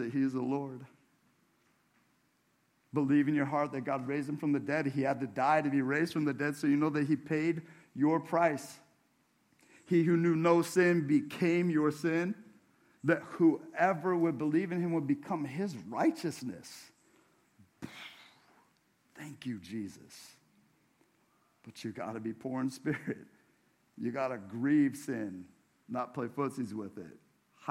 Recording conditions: large echoing room